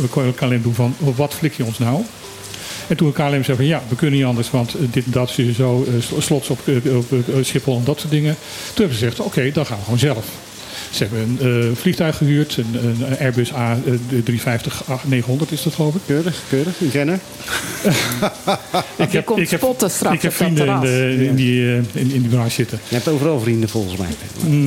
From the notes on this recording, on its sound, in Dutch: Het actualiteitenprogramma dat elke zaterdagmiddag live vanuit club Trocadero door de Bonairiaanse radiozender Mega Hit Fm (101.1 Mhz) wordt uitgezonden. Het werd een mooie uitzending met op de achtergrond het geruis van de regenbui die half Kralendijk onderwater zette.